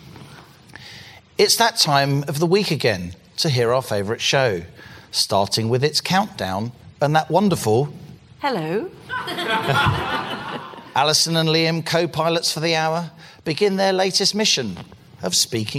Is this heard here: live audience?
yes